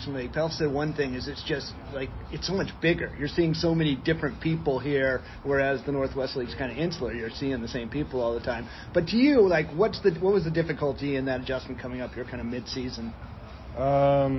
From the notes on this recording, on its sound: interviews from The Diamond in Richmond (which means a little more noise in the dugout, BP music on the loud speakers